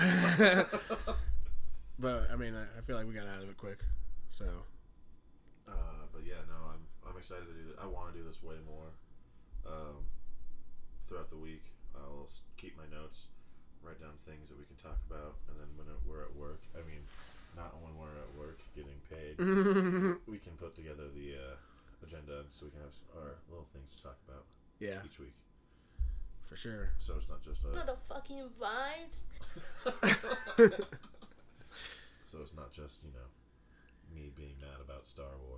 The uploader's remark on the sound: Ignore the sound quality, its our first episode back and we are in the process of settling in!